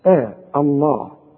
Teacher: إذا بدأت بلفظ الجلالة فالهمزة دائما مرققة ما تقولش بقى آه الله رقق الهمزة بتاعت لفظ الجلالة آه